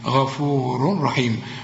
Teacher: هنا لما تلاقي تنوين غفور وبعد راء ما تغنش، العلماء بيسموه إدغام كامل بدون غنة